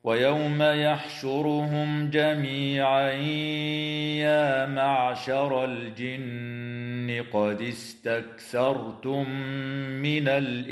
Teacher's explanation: تفخم الراء وصلا ووقفا في كلمة يحشرهم لأنها مضمومة، وتفخم كذلك في كلمة يا معشر لأنها مفتوحة في حال الوصل وساكنة بعد فتح في حال الوقف، وتفخم كذلك في كلمة استكثرتم لسكونها بعد فتح، وتظهر الميم الساكنة عند الجيم في قوله تعالى يحشرهم جميعا، وتدغم في الميم مع الغنة في قوله تعالى استكثرتم من